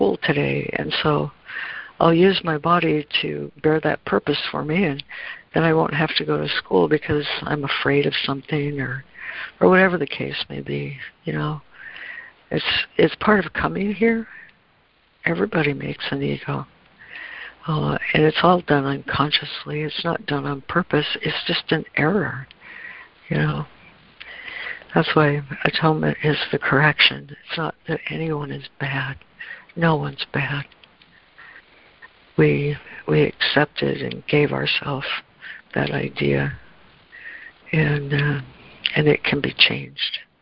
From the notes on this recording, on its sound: ACIM Daily Conference Call